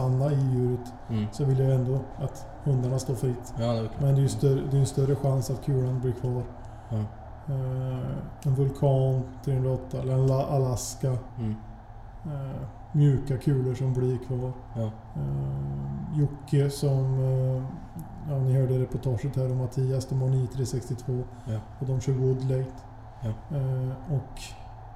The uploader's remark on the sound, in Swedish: Har varit på björnjakt i Jämtland. Hade med sig ljudinspelaren dit så ni kommer få höra intervjuer med björnskyttar och hundförare.